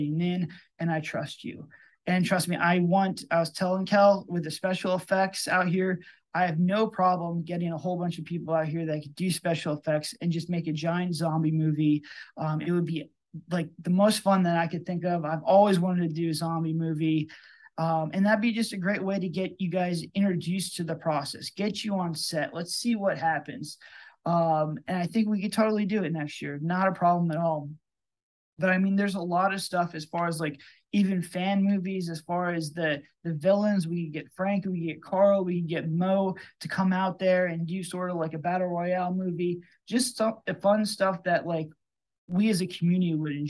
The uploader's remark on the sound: In this video we recorded a live event from our DBS Films Discord.